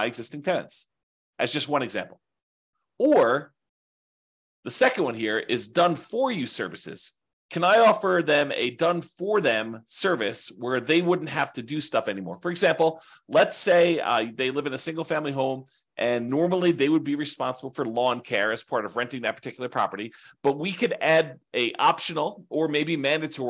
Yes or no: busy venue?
no